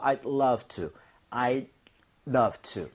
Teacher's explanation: D 사운드는 거의 안 납니다. 그래서 차라리 I do 할 거면 D를 drop 하는 게 오히려 날 정도예요.